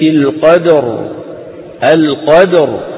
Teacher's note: لكن لو وقفنا بالسكون في ليلة القدر، القدر شو بتصير؟ الراء ساكنة وقبل مفتوح فتفخم